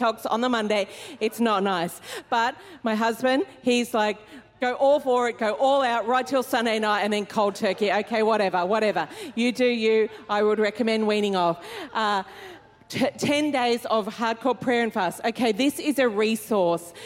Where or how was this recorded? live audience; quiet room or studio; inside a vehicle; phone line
live audience